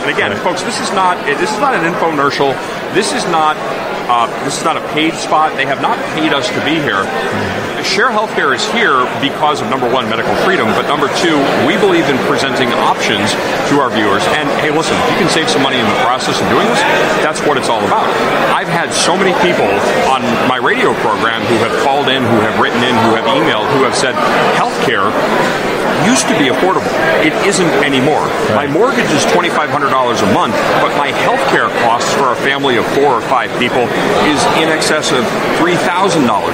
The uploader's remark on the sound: This interview was recorded by Right America Media at CPAC 2022.